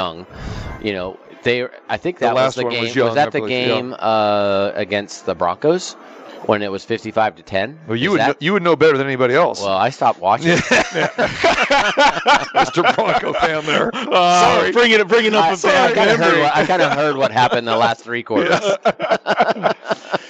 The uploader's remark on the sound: Live from the Superbook - Super Bowl Festivities.